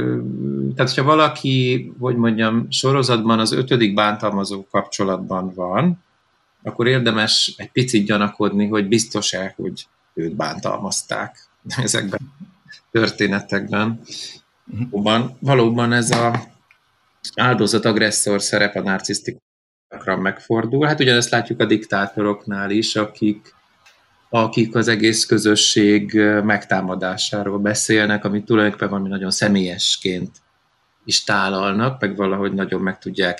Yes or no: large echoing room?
no